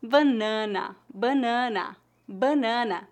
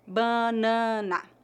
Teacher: Os dois primeiros são nasais e o último é bem fraco. Banana. Novamente, a sílaba tônica é a penúltima.